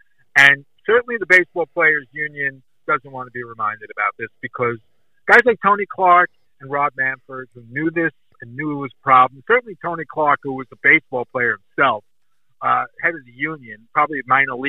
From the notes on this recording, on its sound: Recorded via phone call